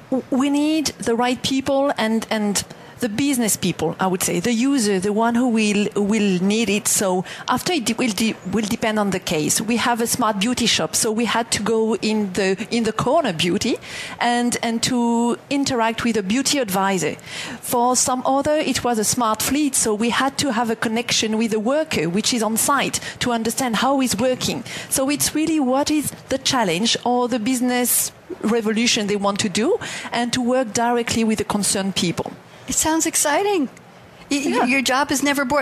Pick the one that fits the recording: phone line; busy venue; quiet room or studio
busy venue